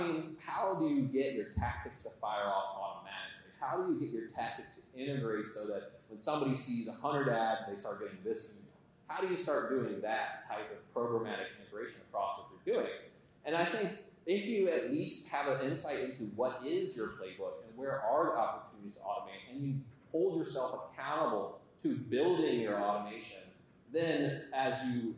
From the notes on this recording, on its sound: Audience Q&A